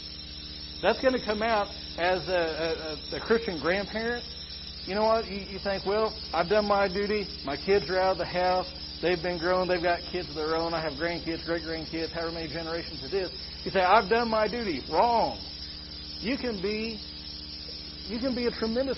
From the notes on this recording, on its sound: Sorry for the audio quality again. We are working to isolate and correct the issue.